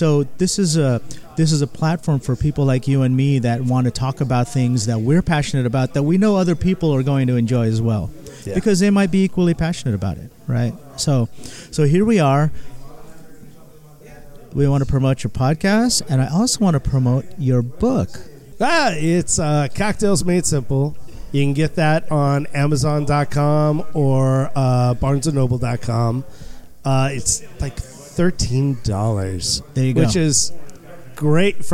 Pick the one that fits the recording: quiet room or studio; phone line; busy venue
busy venue